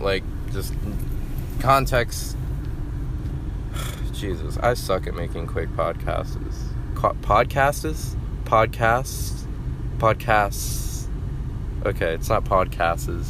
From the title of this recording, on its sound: driving to work thoughts